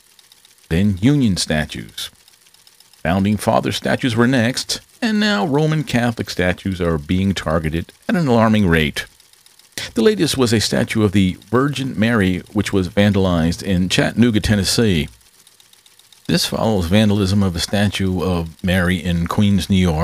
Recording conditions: background noise